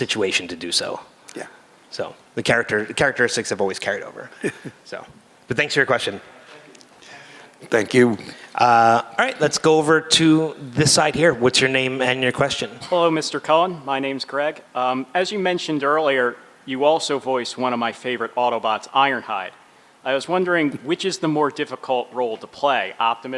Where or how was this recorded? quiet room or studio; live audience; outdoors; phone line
live audience